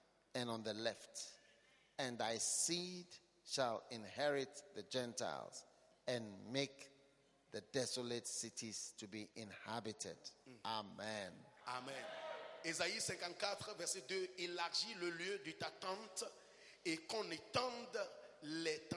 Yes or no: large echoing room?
yes